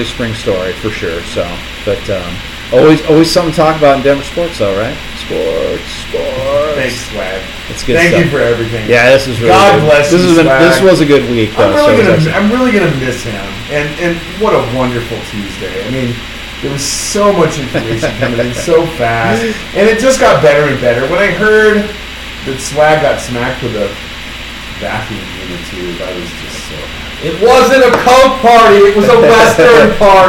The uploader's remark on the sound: apologize in advance for the audio problems